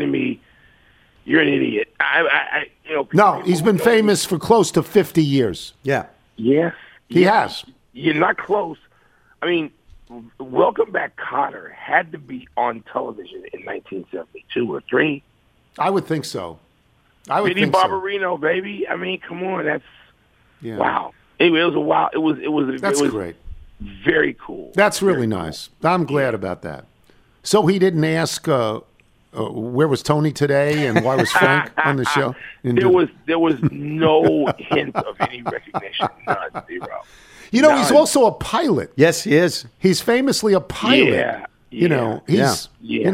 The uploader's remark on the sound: Phones. Calls.